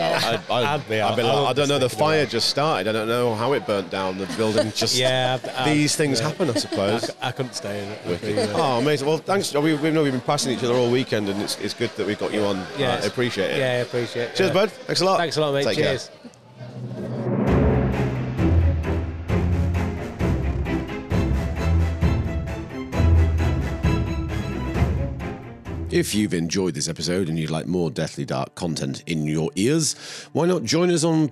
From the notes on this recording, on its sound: In this episode we are recording live from SciFi Scarborough, and we invited guests to come and share their personal experiences with the supernatural with us.